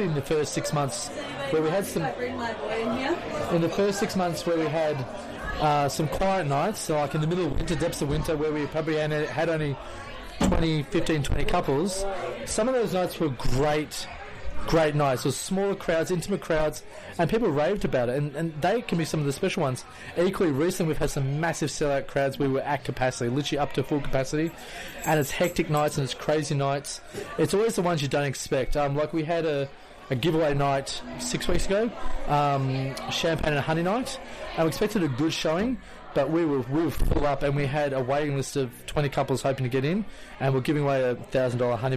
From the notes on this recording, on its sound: Live at Between Friends Wine Bar. Visit Between Friends Wine Bar in Melbourne and record a live podcast!